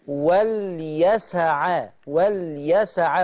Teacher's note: خلي بالك من واليسع، واليسع، ومش عايز افتح العين قوي تجيب ألف